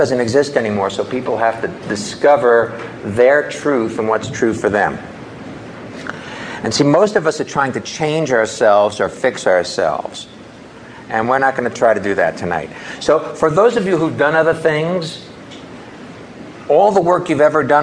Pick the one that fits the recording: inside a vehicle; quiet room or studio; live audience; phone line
live audience